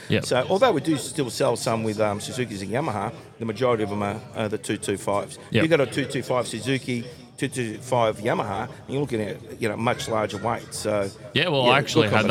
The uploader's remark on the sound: Edencraft Boats - Live from the Boat Show.